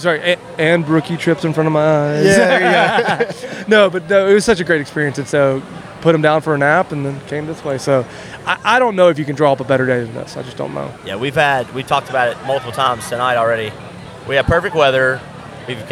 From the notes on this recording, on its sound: This episode comes from a special live event, the Fly Fishing Film Tour Southern Loop stop at Oskar Blues Brewing in Brevard, NC.